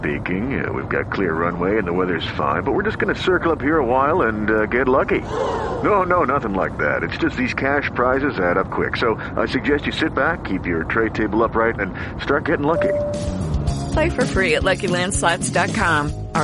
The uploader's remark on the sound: Checks in live from the road to talk about the wind he’s been dealing.